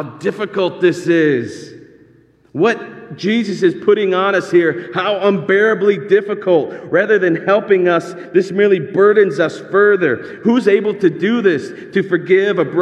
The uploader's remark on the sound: This sermon is actually delivered as a part of an actual church service.